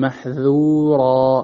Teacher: وخلص انفتاح محذورا عسى، الانفتاح ضد الإطباق، فخلصه فقل محذورا ولا تقل محظورا.